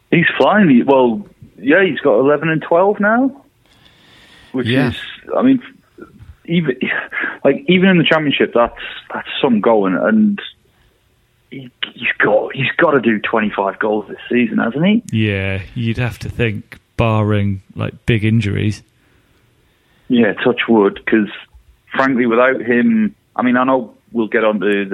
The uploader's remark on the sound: on the phone